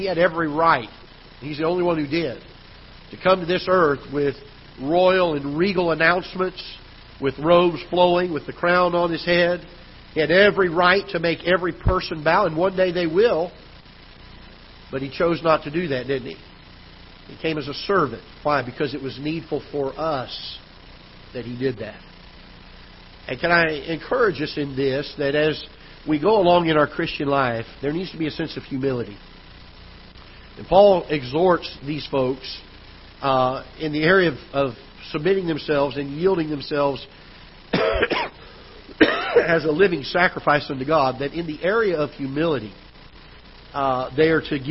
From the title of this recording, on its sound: Ketha Heights Baptist Church ~ Live Broadcast